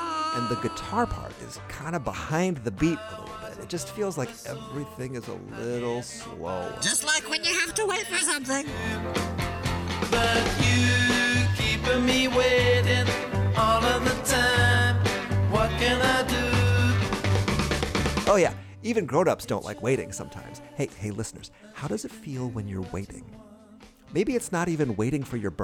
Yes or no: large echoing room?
no